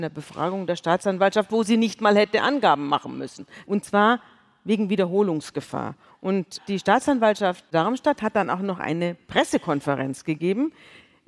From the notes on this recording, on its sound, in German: Bei einem Live-Auftritt in der Münchner Isarphilharmonie.